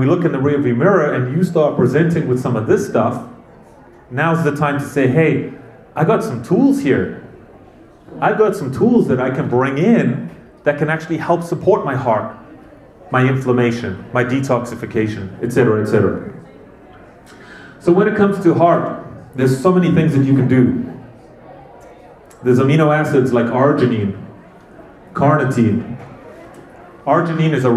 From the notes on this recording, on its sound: This was a live presentation I did at the Whole Health Fair with our local community.